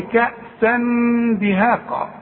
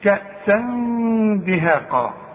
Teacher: بنخفي ونغن، والغنة بمقدار حركتين · Shown in: second take